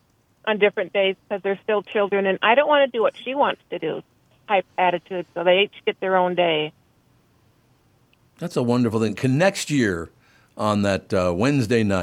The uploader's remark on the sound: Calls in from the fair! The live broadcast at the state fair.